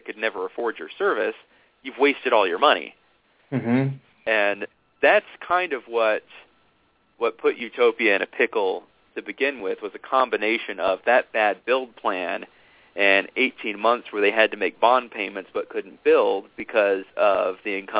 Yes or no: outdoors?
no